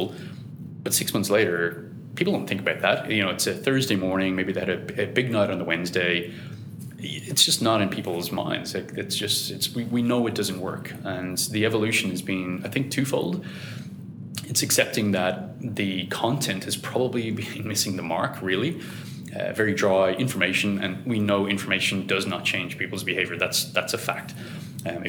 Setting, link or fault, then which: setting, busy venue